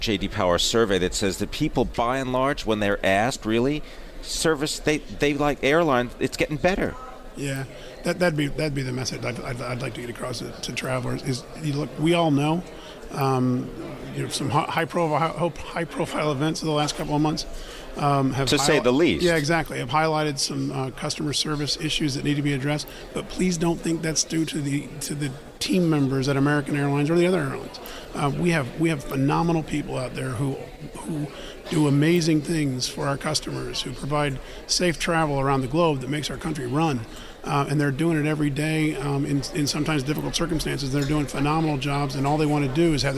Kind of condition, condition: setting, busy venue